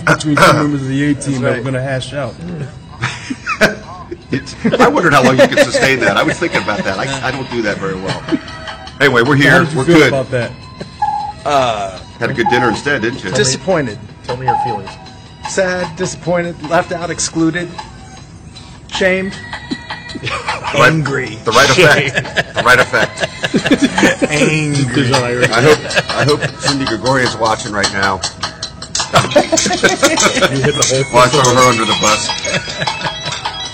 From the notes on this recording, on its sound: Live from Arrowhead Stadium.